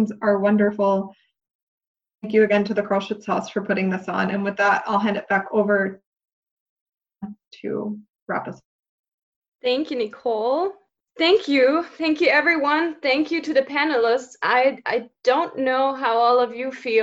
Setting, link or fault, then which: link, video call